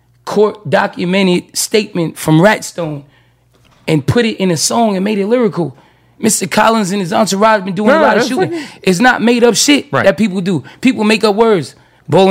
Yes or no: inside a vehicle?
no